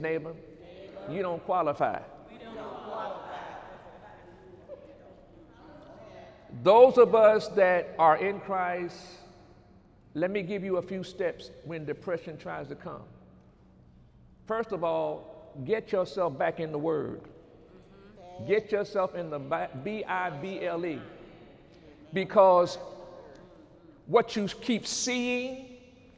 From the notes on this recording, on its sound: During Sunday morning service on December 2, 2018